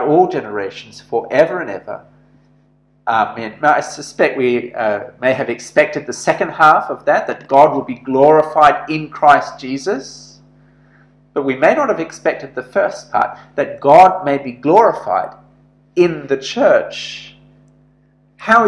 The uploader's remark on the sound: This sermon was preached at St George's Church Penang on 9th June, 2021.